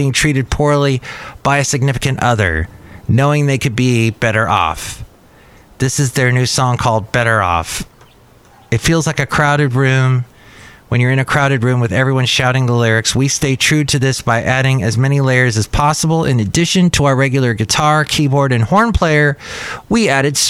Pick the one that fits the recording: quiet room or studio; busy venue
busy venue